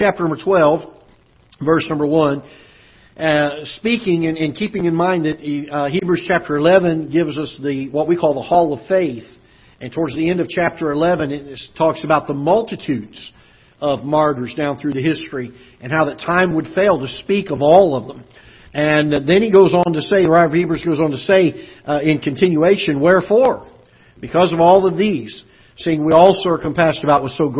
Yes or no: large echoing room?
yes